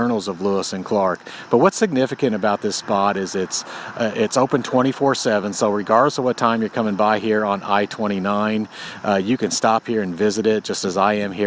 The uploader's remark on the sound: Live in Sioux City, Iowa, at the monument to Sgt.